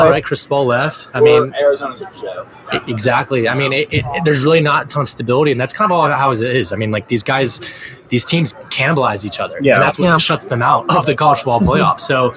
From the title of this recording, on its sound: Live from Super Bowl Media Row